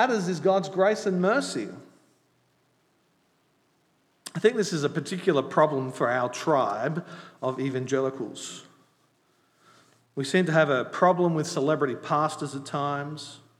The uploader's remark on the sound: At Night Church on Sunday 10 July 2022. Grace Anglican Church.